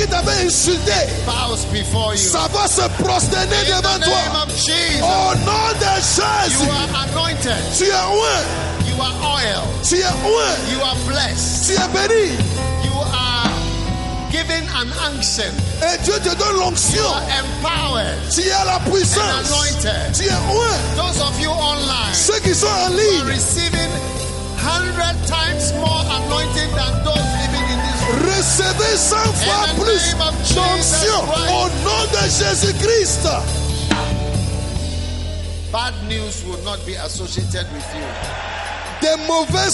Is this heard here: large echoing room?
yes